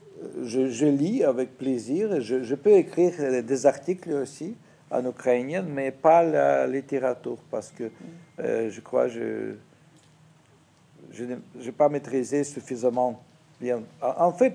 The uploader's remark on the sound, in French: à l'occasion de la soirée de lancement du Festival Lettres du Monde.